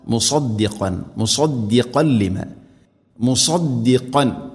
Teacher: തൻവീനു ശേഷം ലാം ഇദ്ഗാം ബിലാ ഗുന, തൻവീനിനെ ലാമിലേക്ക് ഇദ്ഗാം ചെയ്ത് മണിക്കാതെ ഉച്ചരിക്കണം